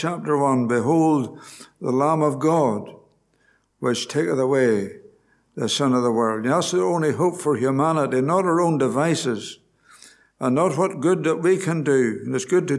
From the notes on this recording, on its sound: Gospel Audio from Ballyclare Gospel Hall